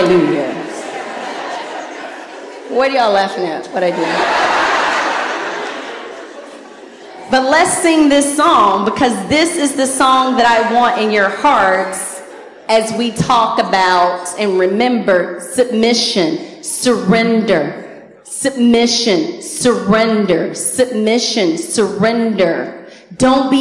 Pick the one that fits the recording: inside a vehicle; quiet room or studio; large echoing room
large echoing room